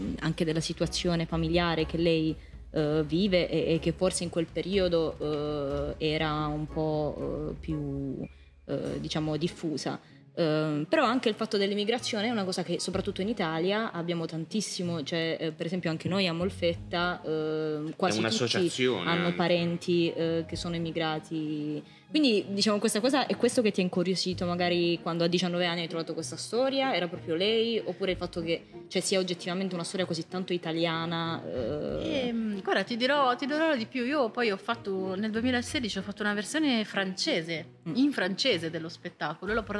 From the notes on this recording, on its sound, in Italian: Secondo episodio speciale di prefestival in diretta dal Foyer della Cittadella degli Artisti di Molfetta. TrameContemporanee è un Festival di drammaturgia contemporanea.